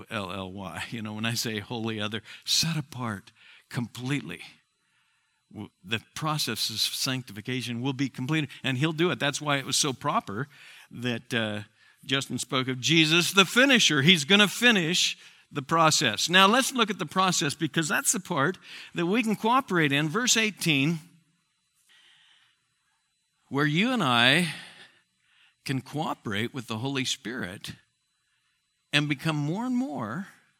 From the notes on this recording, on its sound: Southwest Bible Church in Beaverton Oregon